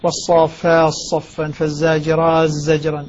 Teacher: بإدغام التاء في أوائل الألفاظ الأربعة. والصافات صفا فالزاجرات زجرا إدغام هذا كله من قبيل المتقاربين.